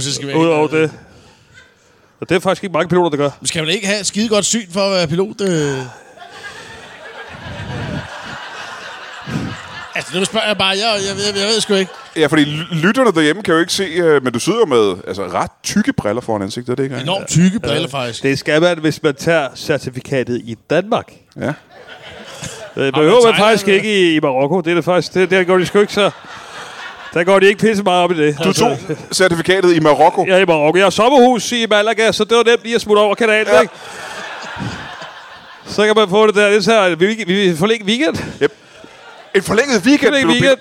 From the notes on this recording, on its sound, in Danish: Optaget live foran et altid mageløst publikum på et altid mageløst Ramsømagle forsamlingshus.